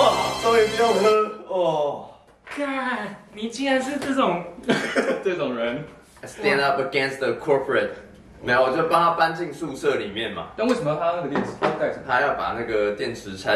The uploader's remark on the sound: 先為本集的音質道歉，我們已經在研究購買專業的麥克風!! We apologize for the poor audio quality, we will look into professional microphones.